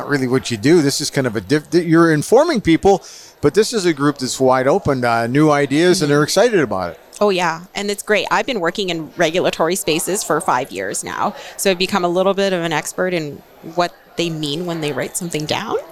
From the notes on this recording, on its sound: This podcast episode was recorded live at GO WEST® 23 and produced by Road 55 . GO WEST®, Canada's Event For Event Professionals.